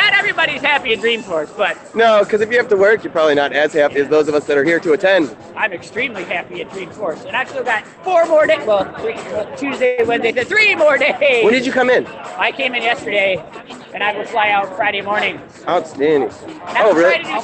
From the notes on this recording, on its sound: live at Dreamforce 2017